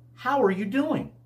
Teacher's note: we stress the question word, how, the key verb doing in the first sentence